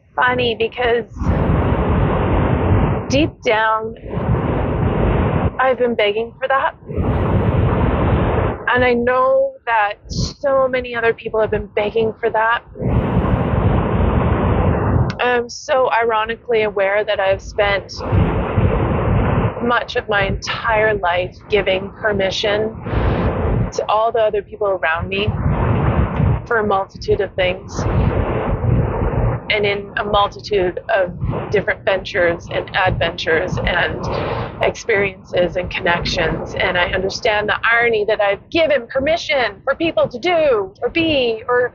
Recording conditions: background noise